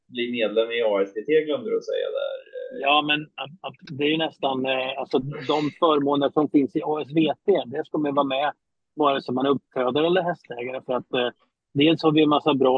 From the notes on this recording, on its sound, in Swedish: Fortsatt teknikstrul, Inte bästa kvaliten på ljudet.